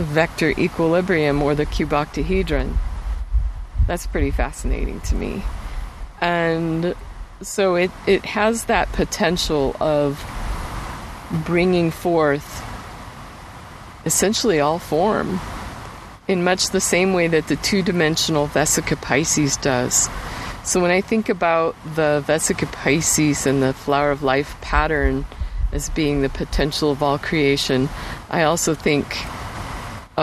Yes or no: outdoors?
yes